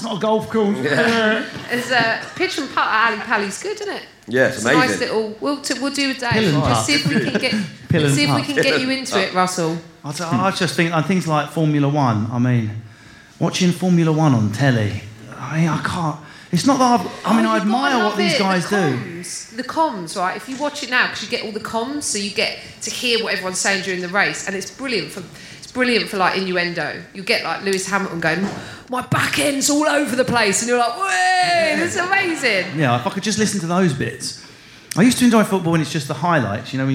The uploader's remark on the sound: For the final episode of The Kaneing recorded at Edinburgh Festival.